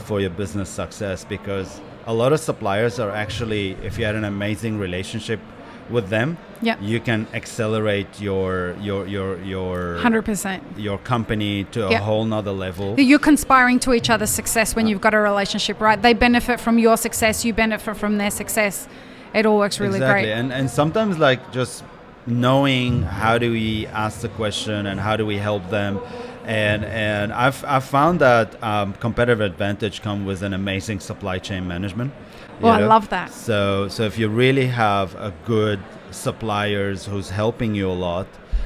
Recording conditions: busy venue